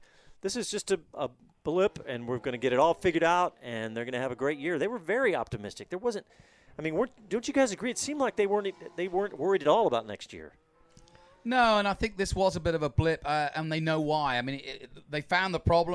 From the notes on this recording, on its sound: Our live post-race show from Circuit of The Americas